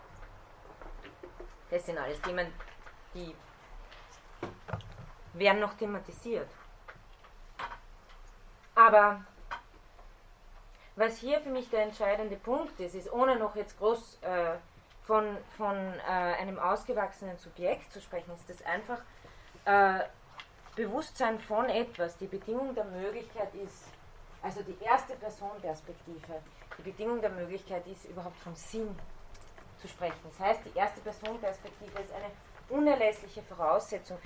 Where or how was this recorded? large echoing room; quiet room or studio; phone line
large echoing room